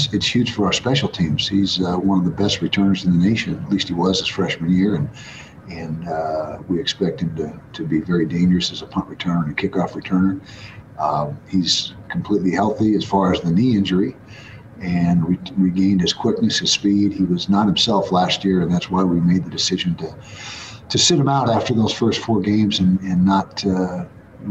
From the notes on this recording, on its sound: addressed the media Monday morning during his first weekly press conference